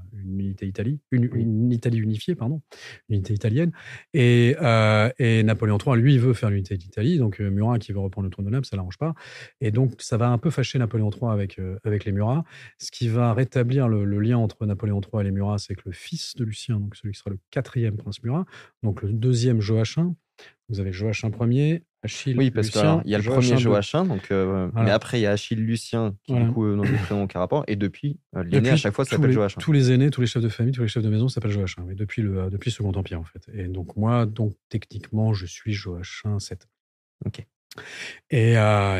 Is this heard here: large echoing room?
no